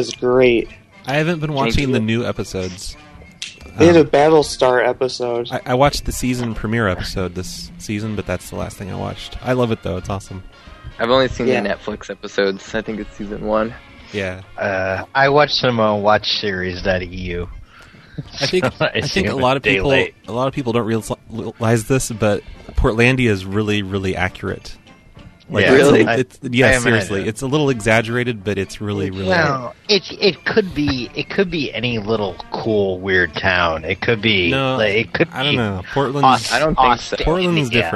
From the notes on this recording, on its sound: …'s Personal Prank Phone Calls Collection.